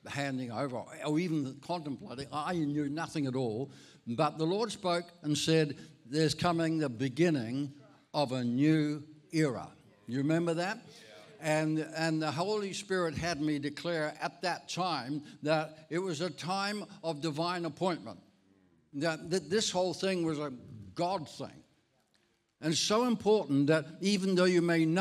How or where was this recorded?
large echoing room